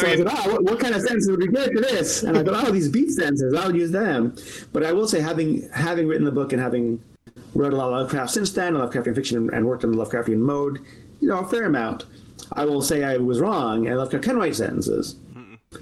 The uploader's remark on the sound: The audio is a bit rough in this one, apologies! We're glad we were able to work through those audio issues.